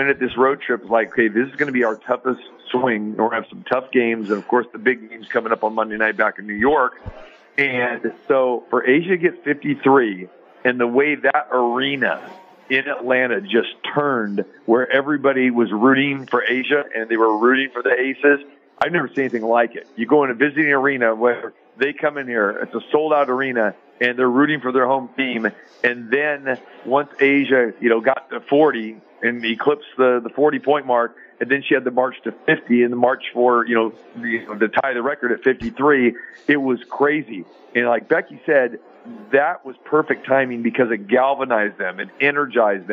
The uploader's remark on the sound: Live from the Super Book at the Westgate Las Vegas